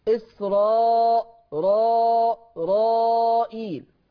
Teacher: الراء هتبقى هنا مفخمة زيه زي حفص عن عاصم